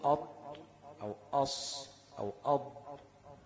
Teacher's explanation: أقصى اللسان بيرتفع. تمام؟ ويحصل تلاصق بين اللسان مع الحنك الأعلى · Term: الاطباق